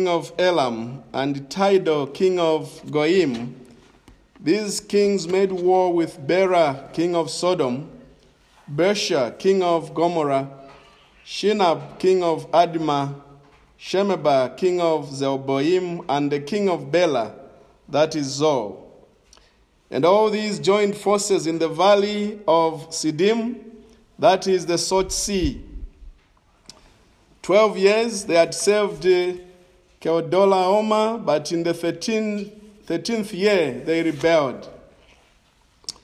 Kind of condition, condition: setting, large echoing room